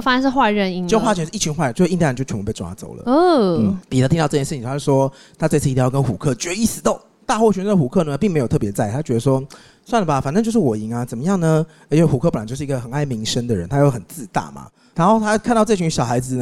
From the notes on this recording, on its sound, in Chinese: Live Podcast 特別篇。2週年 Live Podcast 童鞋會現場錄音。一起懷念 8 月時活動現場的聲音吧。